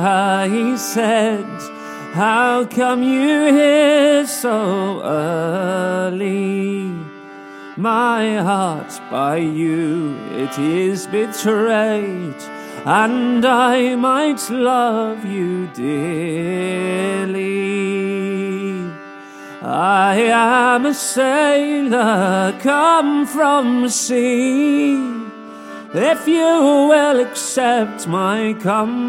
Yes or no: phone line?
no